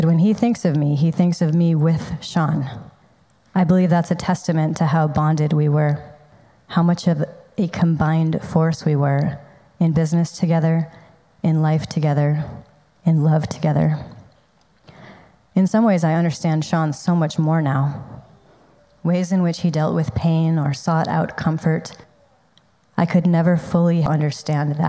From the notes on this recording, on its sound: This recording is from his Celebration of Life.